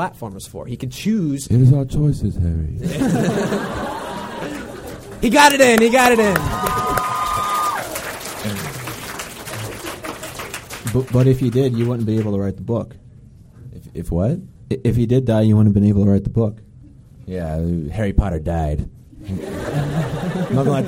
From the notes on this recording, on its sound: LIVE in New York City! Conducted interviews from the red carpet.